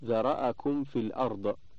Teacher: عند وقوع الواو أو الفاء بعد الميم الساكنة وجوب إظهار الميم إظهارا شفويا شديدا حتى لا يتوهم إخفاؤها عندهما كما تخفى عند الباء، وذلك لاتحاد مخرجها مع الواو وقرب مخرجها من الفاء.